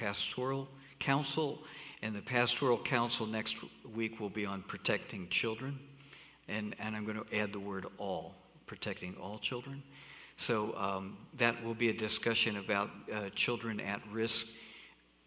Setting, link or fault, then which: setting, large echoing room